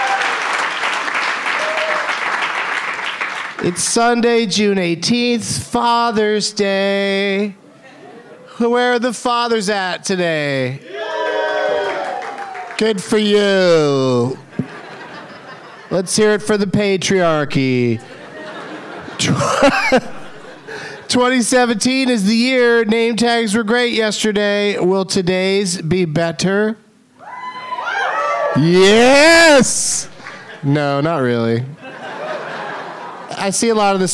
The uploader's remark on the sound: Live from Laugh Boston